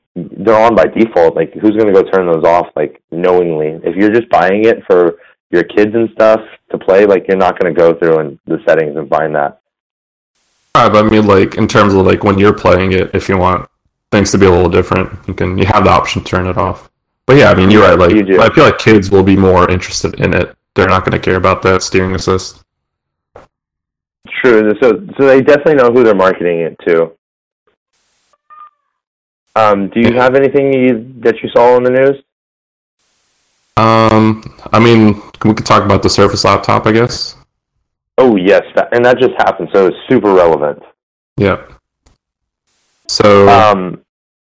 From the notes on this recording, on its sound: The audio for him is extremely poor because he had to call in.